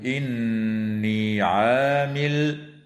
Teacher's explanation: وتغن النون من كلمة إني